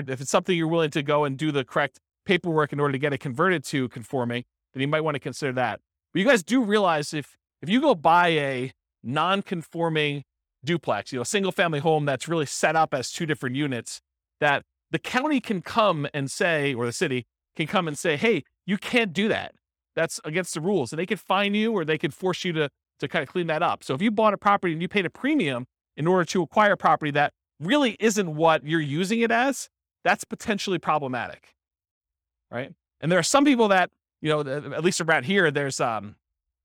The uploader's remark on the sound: This was a live class recorded